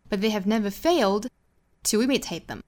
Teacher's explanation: fail 后面停顿一次， failedto imitate them，其实是打了一个幌子，就是在 fail 这个词上重读了，这样呢也是会减轻一些词与词之间连读也好省读也好带来的这个压力哈，所以 failed 的后面停顿一次 But they have never failed to imitate them 好，我们再来看美音的发音。那刚才讲到的节奏啊，包括连读，其实在美音里也是完全适用的。美音和英音的最大的差别其实还是在一些单音的发音上。比如说 Children